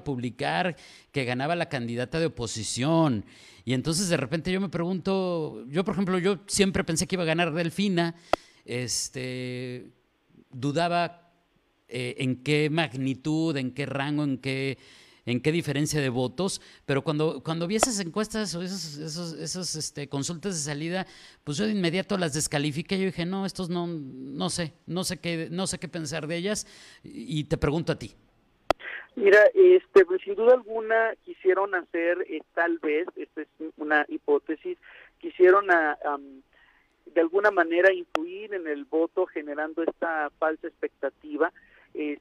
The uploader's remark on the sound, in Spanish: entrevistamos vía telefónica